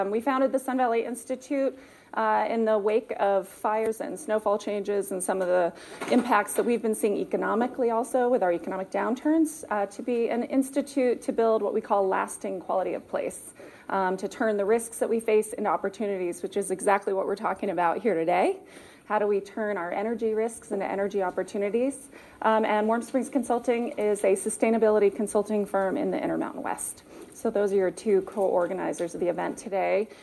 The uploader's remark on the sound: We are taking you to Sun Valley Idaho where we’ll sit in on a panel discussion featuring the voices of both local and global innovators.